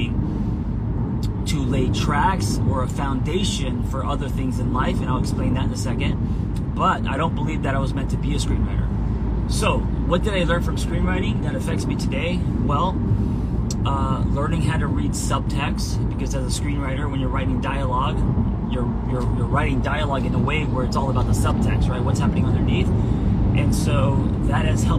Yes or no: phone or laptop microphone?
yes